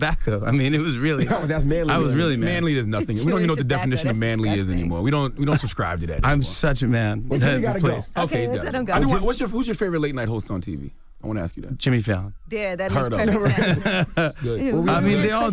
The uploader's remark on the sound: We opened up the lines to see if our listeners thought Hillary Clinton may have went too far wit the comment or, if it was just jokes.